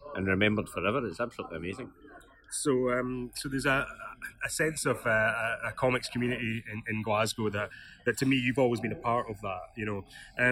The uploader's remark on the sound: This podcast was recorded in a bar on Byres Road and may feature background noise and Glasgow patter.